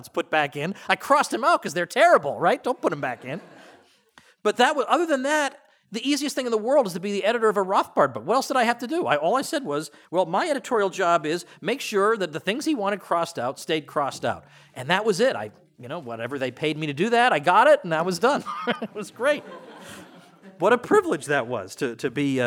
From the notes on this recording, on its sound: opening lecture at Mises University 2017